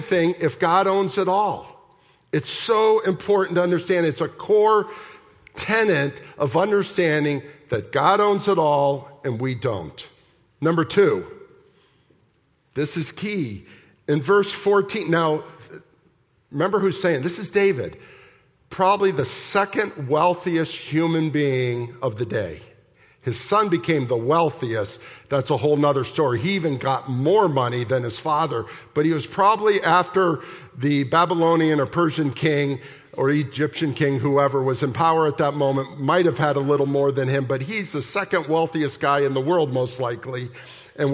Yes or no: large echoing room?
yes